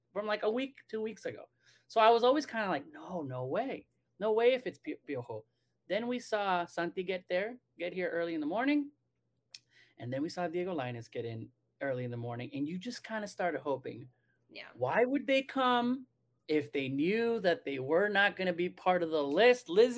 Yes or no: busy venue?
no